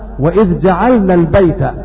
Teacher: والمعنى أن الكسائي وخلاد يظهران إذ مع الجيم في مثل قوله تعالى وإذ جعلنا البيت، ويضغمان في الأحرف الخمسة الباقية بعد ذلك والتي ذكرتها قبل ذلك.